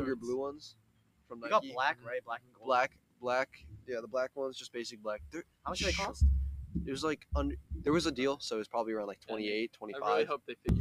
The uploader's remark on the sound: Still some production issues with the microphone.